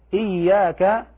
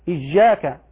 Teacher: تجب العناية ببيان رخاوة الياء ليحصل التخلص من شائبة الجيم · Shown in: first take · كما ينطق بعض الأعاجم، وهذا لحن فاحش، فيقرؤون في يقرؤون قوله تعالى إياك إجاك، هذا لحن فاحش.